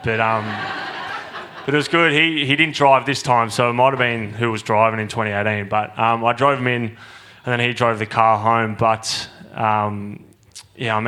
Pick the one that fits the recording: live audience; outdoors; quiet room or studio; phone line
live audience